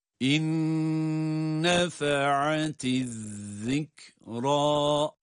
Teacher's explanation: Birinci nun ikinci nuna idgam edildiği için, ona katıldığı için şeddeli gibi ama aynı zamanda da tutarak okuyoruz.